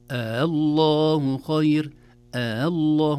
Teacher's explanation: الهمزة الثانية مسهلة زي أعجمي بالضبط · Term: التسهيل